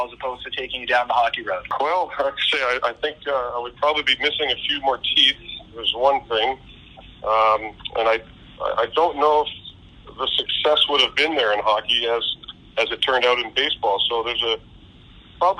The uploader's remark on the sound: TSC presents the official 2020 Baseball Hall of Fame Conference Call. Audio courtesy of and provided by MLB Advanced Media/MLB Pressbox.